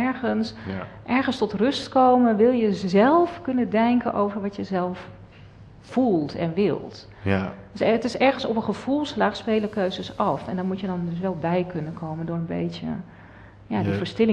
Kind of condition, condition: setting, live audience